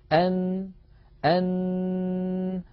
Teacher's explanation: لاحظوا بأن الخيشوم مفتوح ولقد لون باللون الأزرق الفاتح، فالهواء الخارج من الصدر أو من الرئة عندما يجد الطريق أمامه عن طريق الفم قد انسد، يتحول الصوت عن طريق الخيشوم ثم يخرج عن طريق فتحتي الأنف · مخرج النون من طرف اللسان مع ما يحاذيه من اللثة، السهم يشير إلى منطقة طرف اللسان التي تقرع منطقة اللثة من غار الحنك، والمنطقة الزرقاء هي الزرقاء الغامقة اللون هي منطقة التصادم.